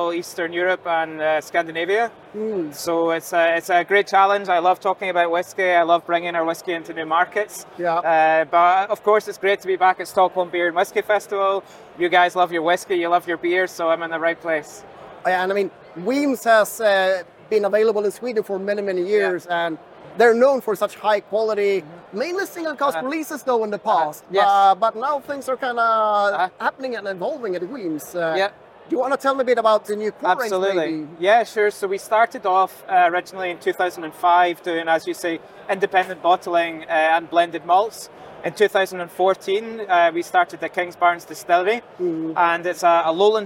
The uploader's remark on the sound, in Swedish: när han besökte Stockholm Beer and Whisky festival